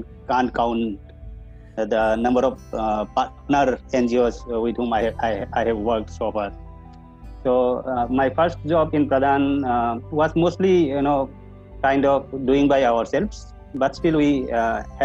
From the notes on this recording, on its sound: A series of interactive session over zoom.